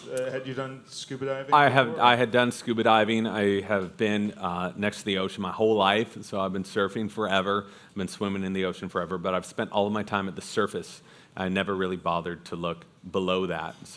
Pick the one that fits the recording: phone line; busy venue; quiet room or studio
busy venue